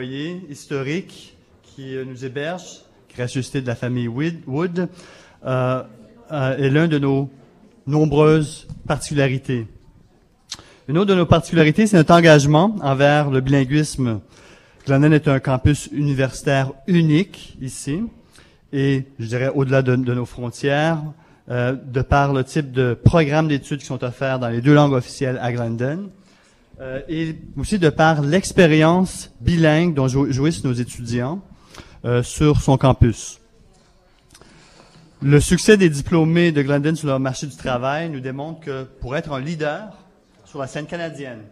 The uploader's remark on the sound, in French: Emission spéciale en direct du marché d'hiver du Collège Glendon, 14 décembre 2017